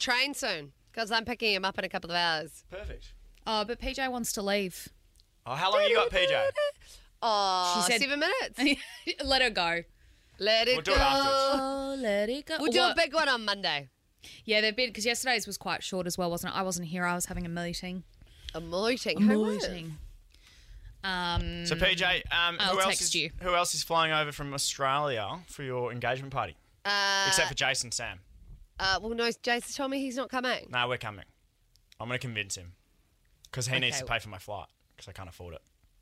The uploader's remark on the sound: LIVE from the shuttle bus